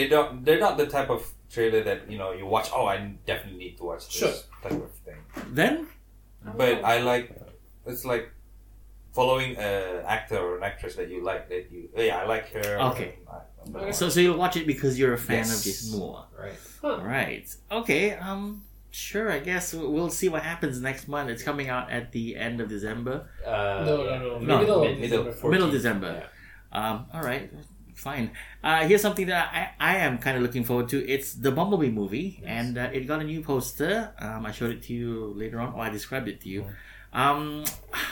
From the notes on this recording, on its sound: Messed up during the recording session and ended up recording in a "not great" quality. Apologies for the drop in audio quality.